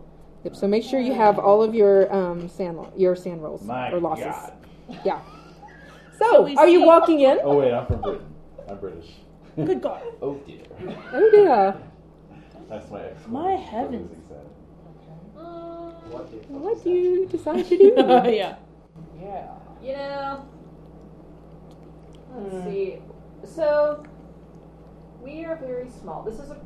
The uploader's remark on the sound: we had some technical recording difficulties this session; we did our best to fix the issues